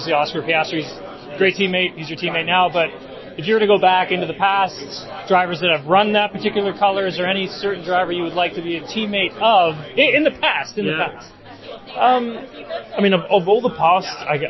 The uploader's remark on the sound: Live from McLaren Headquarters. Is live from the McLaren factory!